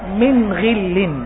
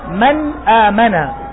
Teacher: تلاحظ أن الإظهار عند الغين والخاء أضعف منه عند الهمزة والهاء